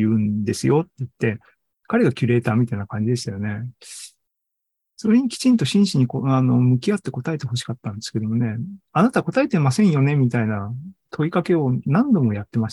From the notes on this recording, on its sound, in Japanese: ２０２３年６月２４日に開催した ZOOMライブの模様です